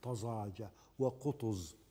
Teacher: وتتضخم الزاي باتساع التجويف الفموي إذا جاورتها الطاء في كلمات نادرة مثل طزاجة وقطز هذا القائد. · Term: الزاي المفخمة